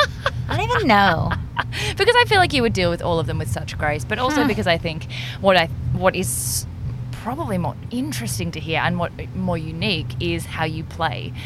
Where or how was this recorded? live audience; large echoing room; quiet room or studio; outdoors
outdoors